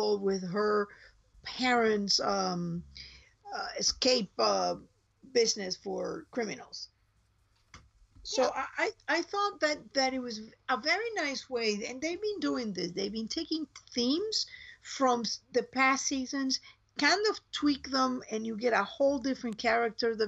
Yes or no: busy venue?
no